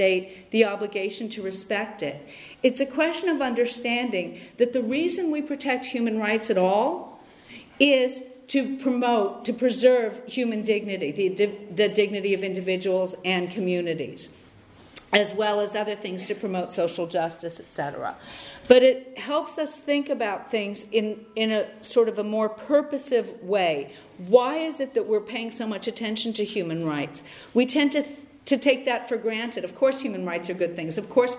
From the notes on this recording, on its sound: Lecture on the conference "70 years: no peace with NATO" by Rosa-Luxemburg-Stiftung in Frankfurt, Germany, March 31 2019